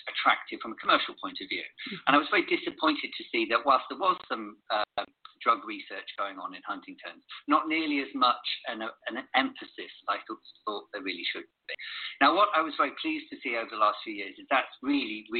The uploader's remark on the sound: This show was done on Zoom.